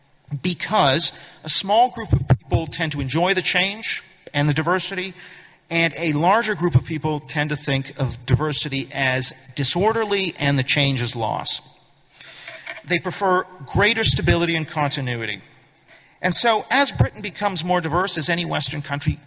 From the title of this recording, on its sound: Speech at New Culture Forum Conference